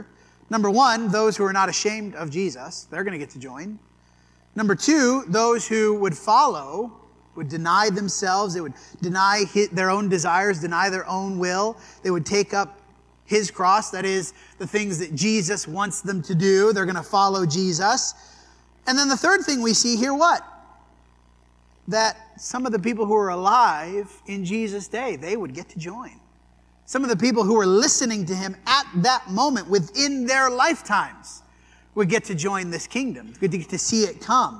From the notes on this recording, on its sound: This sermon was preached at the Dewey Church of Christ on April 23, 2023.